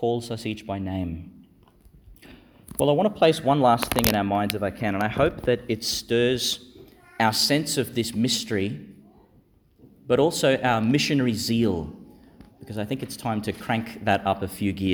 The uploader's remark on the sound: delivered in Our Lady Star of the Sea Church, Gladstone, and St Peter Chanel Church, Miriam Vale, Qld.